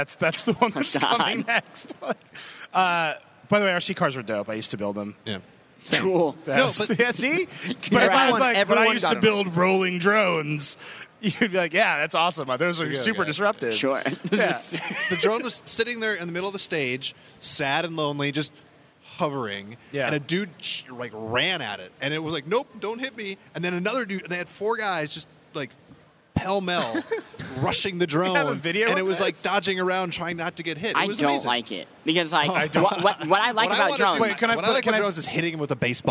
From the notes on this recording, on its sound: CES 2015. Live Vergecast odyssey from the show floor.